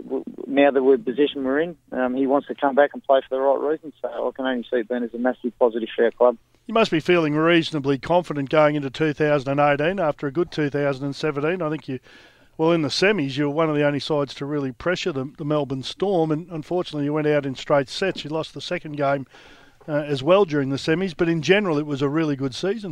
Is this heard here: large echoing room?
no